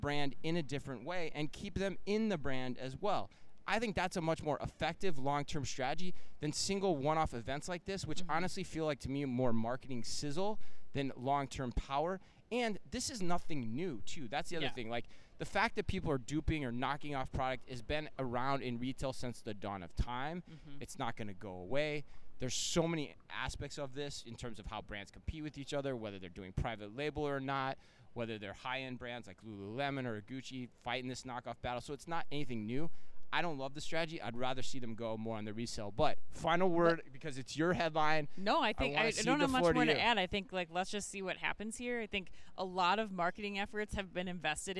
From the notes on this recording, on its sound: live from Shoptalk Europe in Barcelona